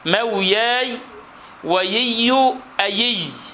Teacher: فإنه كان يجعل اللام ياء والراء ياء · Term: لثغة